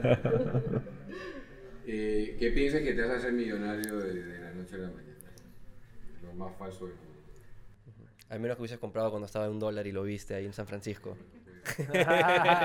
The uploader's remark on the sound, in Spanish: Frente a un público en vivo de nuestra comunidad en el Hotel Santa Cruz. Este evento fue organizado en conjunto por WEBTRES junto a AndinoDAO.